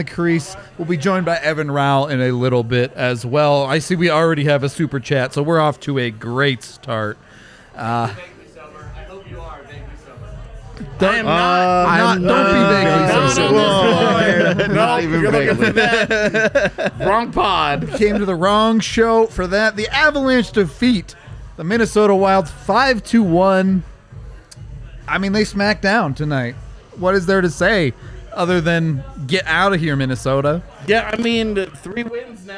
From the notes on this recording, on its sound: LIVE from the DNVR Bar.